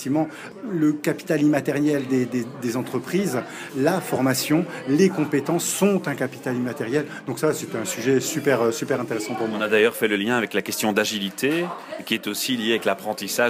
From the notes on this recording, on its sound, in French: Quelques interviews enregistrées lors de la soirée Apéro. Une collaboration entre « HRmeetup » & « Apéro RH de Lille » pour les enregistrements et la video.